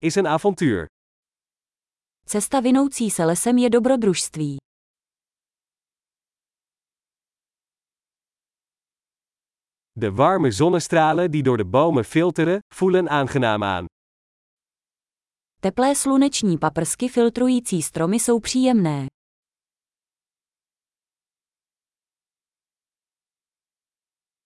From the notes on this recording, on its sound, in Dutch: Het geluid van de kabbelende beek werkt therapeutisch.